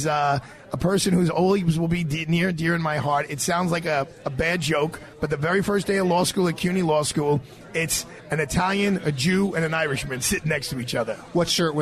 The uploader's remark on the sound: LIVE FROM MARCO POLO RISTORANTE.